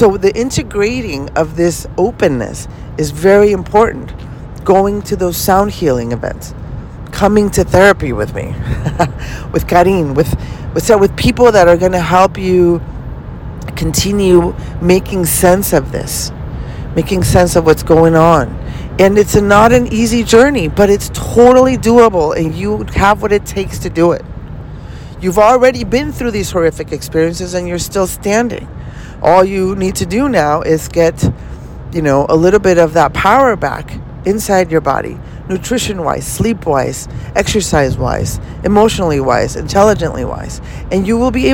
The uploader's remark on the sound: Podcasts in the car series. I am recording this while driving to LA... Please be ware of a few traffic sounds.